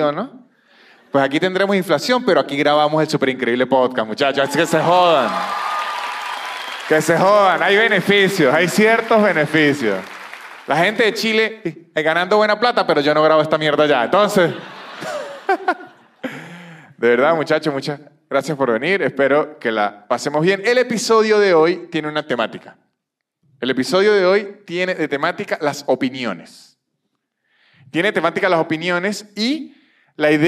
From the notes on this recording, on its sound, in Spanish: Un episodio grabado en vivo en el teatro picadero.